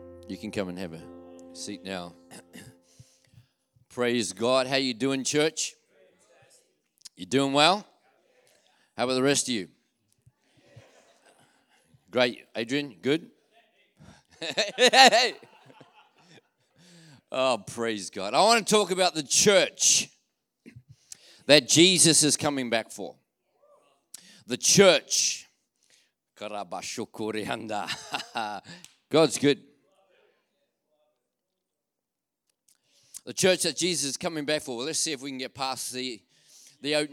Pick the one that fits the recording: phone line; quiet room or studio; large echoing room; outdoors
large echoing room